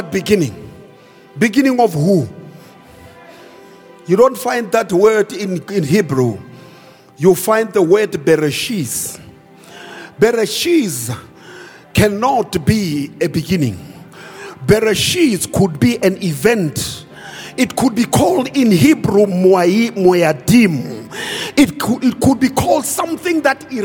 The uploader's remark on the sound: preached at Grace Bible Church Pimville